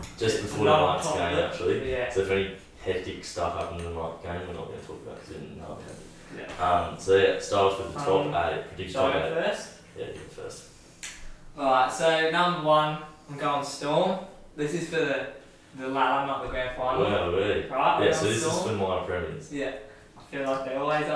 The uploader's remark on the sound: Poor audio.